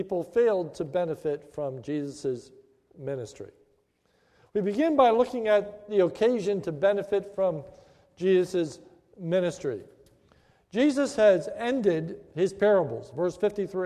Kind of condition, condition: setting, large echoing room